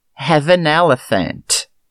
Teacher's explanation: Esse aqui é interessante porque a gente junta o have com o an e o elephant. Fica somente uma pronúncia.